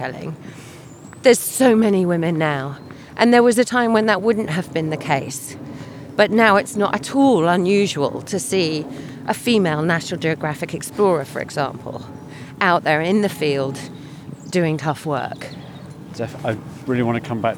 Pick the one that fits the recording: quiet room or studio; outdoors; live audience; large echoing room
outdoors